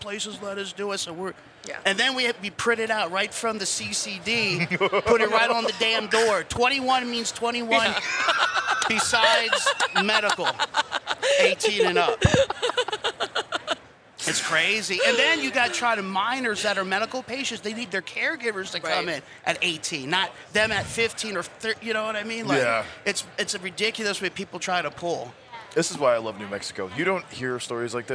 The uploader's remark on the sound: Recorded at MJBizCon 2023